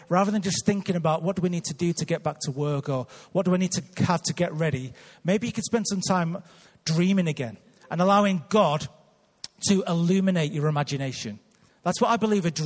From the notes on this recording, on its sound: Recorded live at Life Church Lancashire on 30th December 2018.